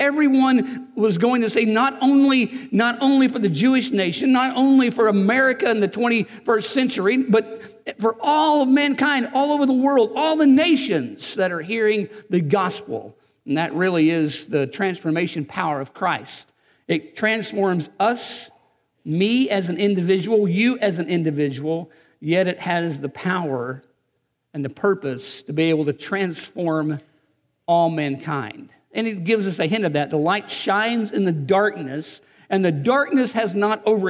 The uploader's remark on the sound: Recorded on December 22, 2019 at Graceland Baptist Church in New Albany, Indiana.